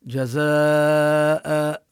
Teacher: هنا نمد هذا المد المتصل الواجب، نمده أكثر من حركتين · Term: مد متصل واجب